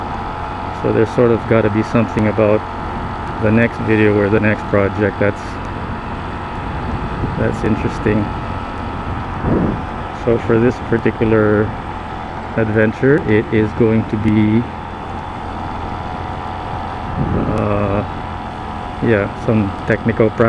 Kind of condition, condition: setting, inside a vehicle